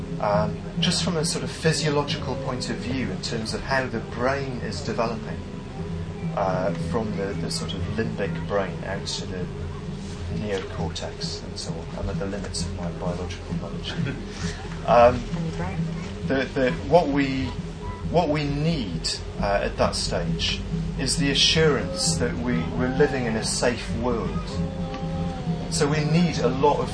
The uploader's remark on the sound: Please note: there are a few minutes missing at the start, and the original recording was very poor. Talk given at Buddhafield Festival, 2006.